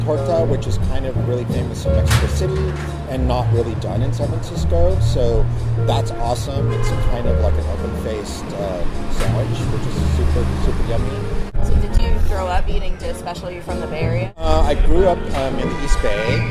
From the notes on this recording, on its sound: A special recipe live from the kitchen of New Delhi restaurant.